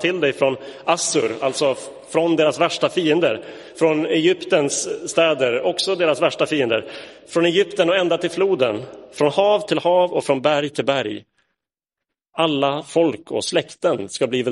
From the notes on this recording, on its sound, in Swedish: Inspelad i Roseniuskyrkan den 3 juli 2022.